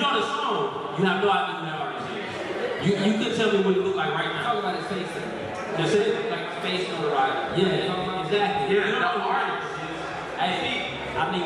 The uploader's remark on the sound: The plugs take live audience questions. The conversation continues live at Indie Fest in Atlanta Ga.